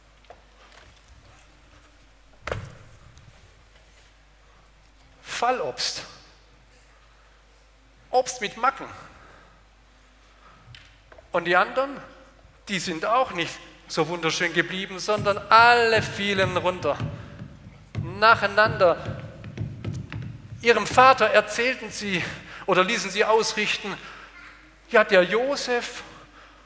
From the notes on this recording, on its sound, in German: aus dem Gottesdienst der Liebenzeller Mission